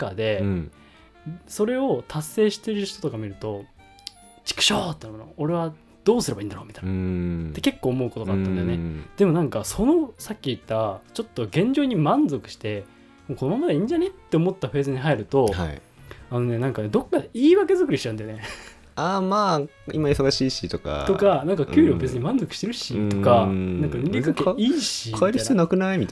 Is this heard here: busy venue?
no